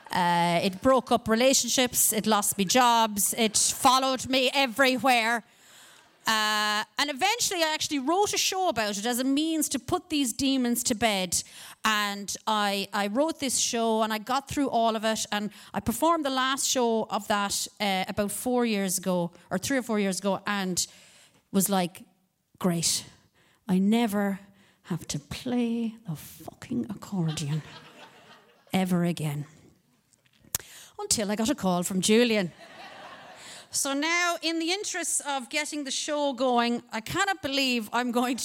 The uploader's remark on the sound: Featuring the first half of The Dublin Story Grand Slam recorded live onstage at The Abbey Theatre. Recording was by Gansee Films.